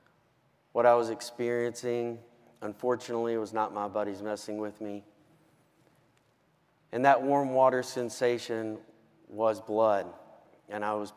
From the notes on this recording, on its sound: Key note speech from our 2023 Street Cop Conference in Nashville, Tennessee. Speak to over 1700 cops.